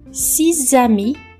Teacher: Uma palavra que termina com S e a próxima começa com vogal, nós tendemos a pronunciar tudo junto e aí vira o som do Z six amis, em português é seis amigos.